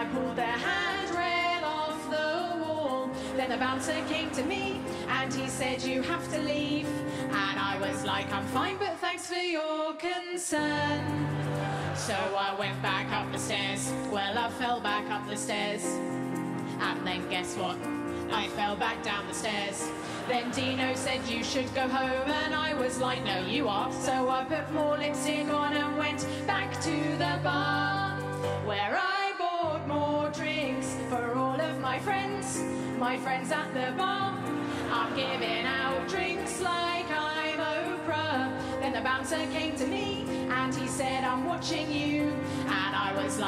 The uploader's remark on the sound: 2019 Melbourne Comedy Festival Opening Night Comedy Allstars Supershow. Recorded on Wednesday 27 March at The Palais Theatre.